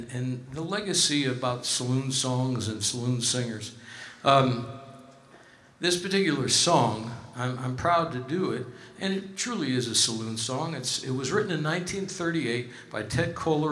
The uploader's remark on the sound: Live at the South Point Casino